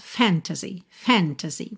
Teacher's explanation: Normalmente, a palavra fantasy tem a sílaba tônica na primeira sílaba.